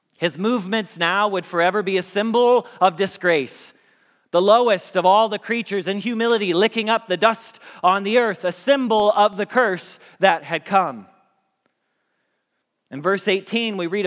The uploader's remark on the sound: Message Preached at Valley Creek Church